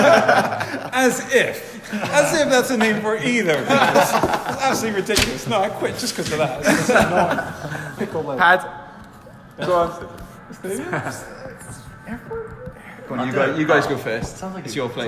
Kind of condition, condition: setting, busy venue